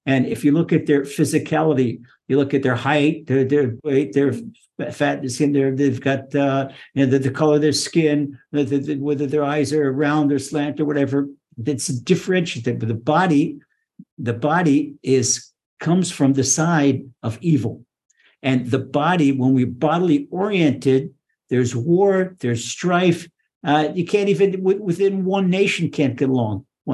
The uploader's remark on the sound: Recorded via TORCHzoom. (Ashdod, Israel) by TORCH Centre (Houston, Texas).